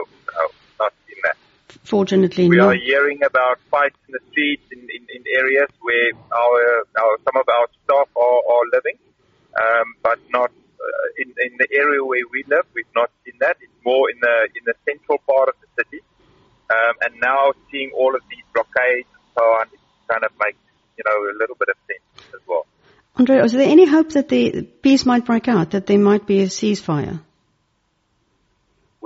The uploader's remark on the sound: while driving out of the country